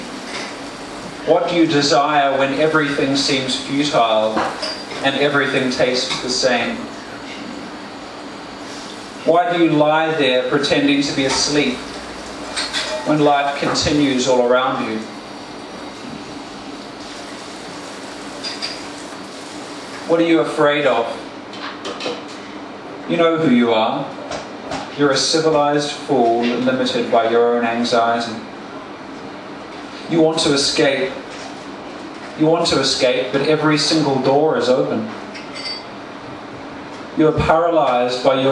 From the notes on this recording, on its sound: Performed at Bar Oussou on Sydney Road, Melbourne 2016-03-14 at the exuberant and inclusive spoken word open mic